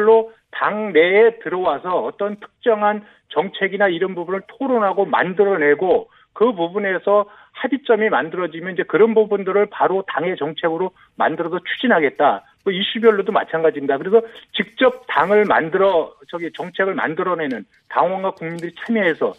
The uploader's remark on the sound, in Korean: 전화연결